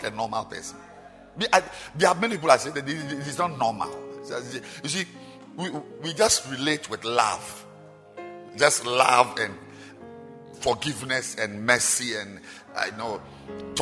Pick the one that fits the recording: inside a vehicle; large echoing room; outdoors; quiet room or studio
large echoing room